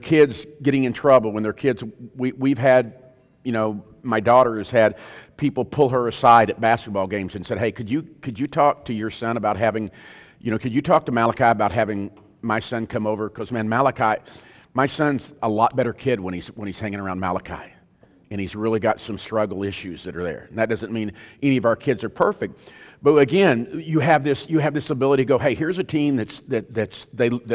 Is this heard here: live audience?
yes